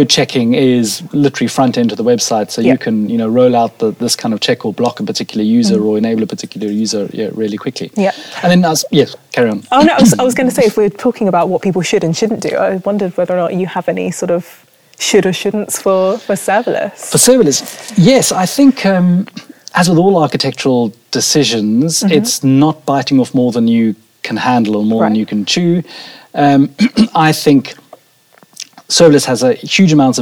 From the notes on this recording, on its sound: This interview was recorded for GOTO Unscripted at GOTO Copenhagen. This interview was recorded for GOTO Unscripted at GOTO Copenhagen .